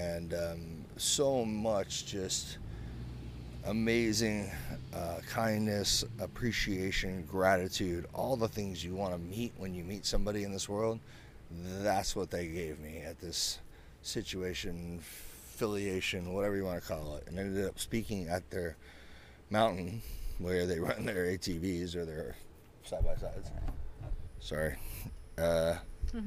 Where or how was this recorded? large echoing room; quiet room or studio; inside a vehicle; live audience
inside a vehicle